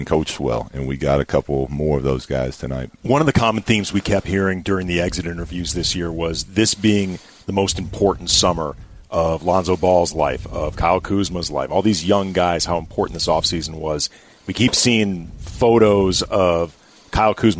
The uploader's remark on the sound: Live from the UCLA Health Training Center as the Lakers wrap up the 2018 NBA Draft.